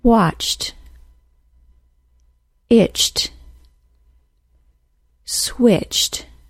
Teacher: Since the CH sound is unvoiced, an ED ending added to it will be pronounced as a T sound. It will sound like jt, as in watched.